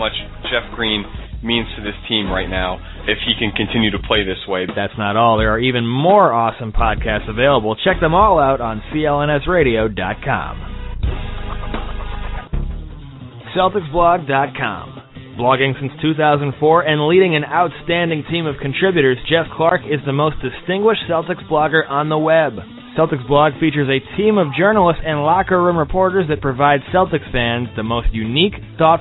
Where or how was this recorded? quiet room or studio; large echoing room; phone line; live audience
phone line